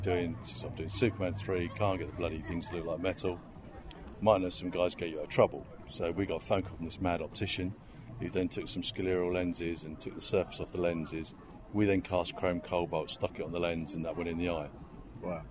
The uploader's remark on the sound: outside the venue as it was far quieter than inside